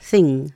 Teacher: como si se intentara pronunciar una N y una G al mismo tiempo. Entonces es un sonido más que nada nasal